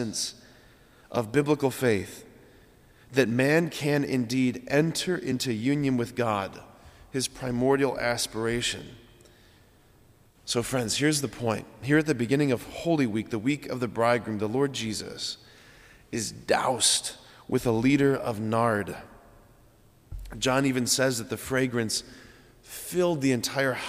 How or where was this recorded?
large echoing room